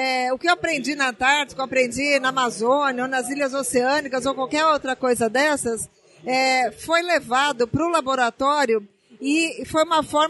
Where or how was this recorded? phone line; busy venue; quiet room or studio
busy venue